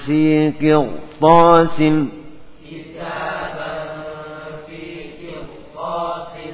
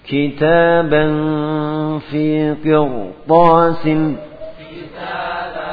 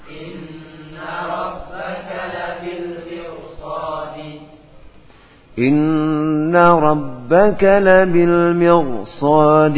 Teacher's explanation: hukum ra sukun yang sebelumnya kasrah ir juga dibaca tebal